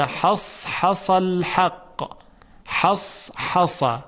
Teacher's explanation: در تلفظ حا و صاد یک سنگینی وجود داره که منجر میشه تلفظ اون یه مقداری کند بشه